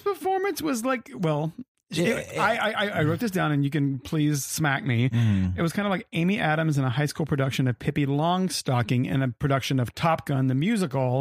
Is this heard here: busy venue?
no